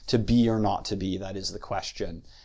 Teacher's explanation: in English we would say unstressed, stressed, unstressed, stressed · Term: iambic line